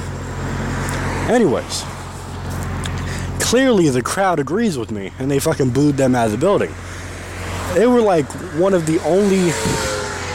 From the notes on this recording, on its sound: Coming from the streets. While walking to the nearest grocery store.